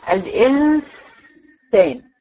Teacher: هعمل الغنه الاول وانا لساني مجافي مخرج النون، يعني كان لساني كده مشعلق في بقي مش رايح عند حاجه. · انا خلصت الغنه في الهواء. وعلى اخر الغنه اروح رايحه على حرف السين عشان انطق الحرف اللي بعديها · Term: الاخفاء